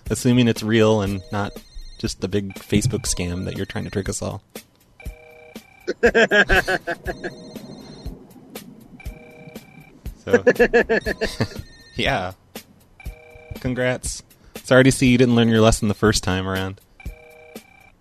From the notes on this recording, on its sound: …'s Personal Prank Phone Calls Collection.